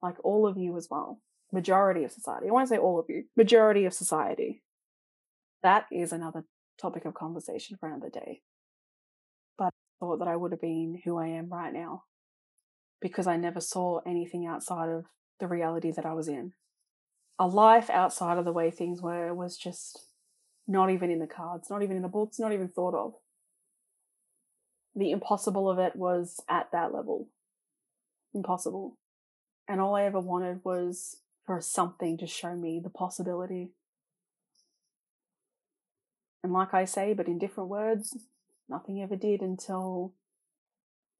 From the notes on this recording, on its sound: The audio is not perfect just like my editing skills and potentially my newish microphone is having some issues.